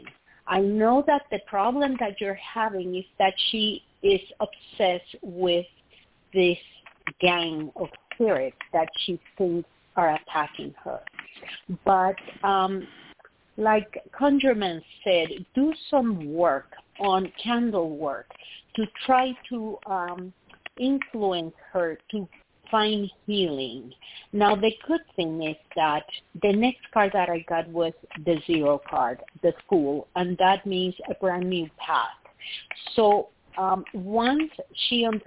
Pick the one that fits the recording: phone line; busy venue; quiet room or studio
phone line